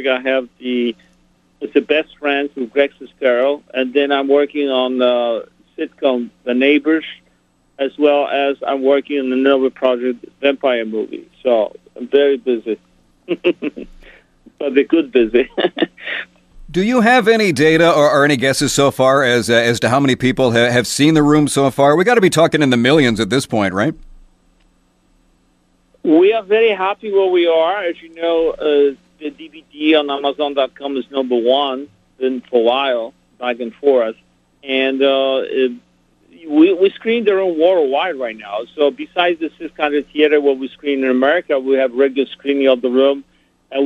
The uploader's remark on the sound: Called.